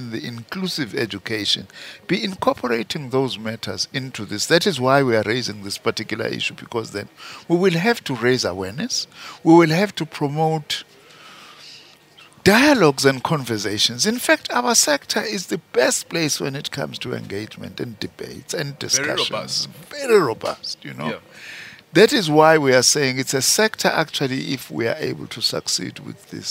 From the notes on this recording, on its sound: Live broadcast from Birchwood Hotel in Boksburg where Minister for Higher Education, Science and Innovation is hosting the inaugural Transforming MENtalities Summit.